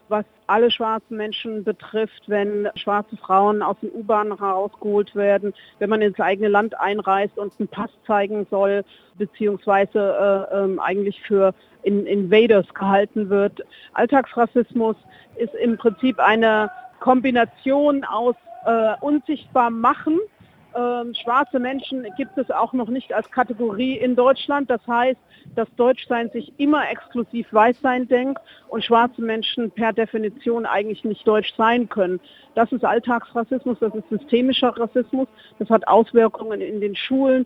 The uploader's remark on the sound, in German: Live vor Ort beim Black Lives Matter Protestmarsch 2018 in Berlin. Am Rand der Veranstaltung.